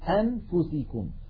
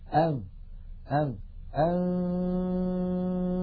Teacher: الفم مهيئ على مخرج الفاء، وينطق القارئ من أنفه غنة فقط · Shown in: second take · فإذا انتهى زمن هذه الغنة وزمنها غنة كاملة ممطوطة، سنتكلم عنها بإذن الله في الحلقة القادمة عن أزمنة الغنن، أنفو، فإذا وصل إلى الفاء نطق الفاء وليس معها غنة. · Term: الإخفاء